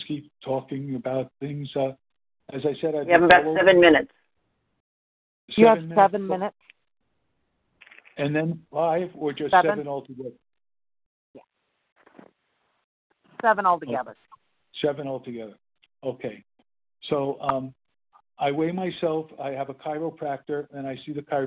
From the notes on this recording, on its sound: the 100 Pounders Phone Meeting, 3/31/23